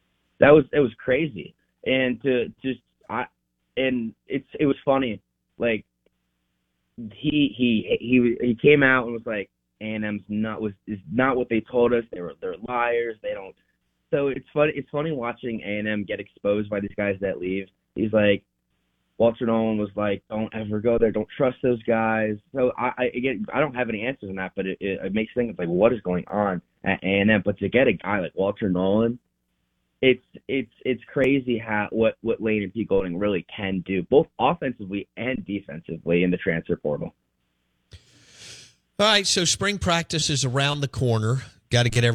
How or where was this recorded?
phone line